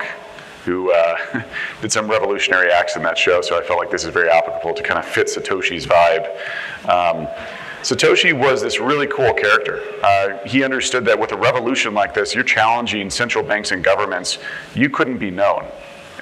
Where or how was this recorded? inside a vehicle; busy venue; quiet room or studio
busy venue